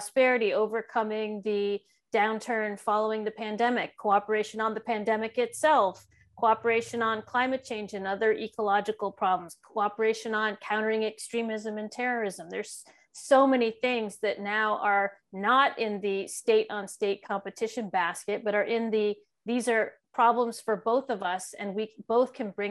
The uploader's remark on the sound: The National Committee on American Foreign Policy and the National Committee on U.S.-China Relations hosted a virtual program.